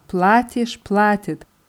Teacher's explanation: die Betonung ist sonst immer auf der ersten Silbe, auf dem A.